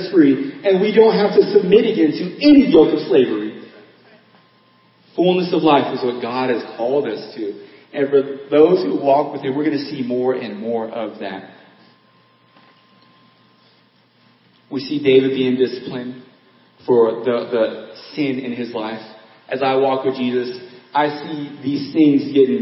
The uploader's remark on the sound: Audio Quality Lower Than Normal.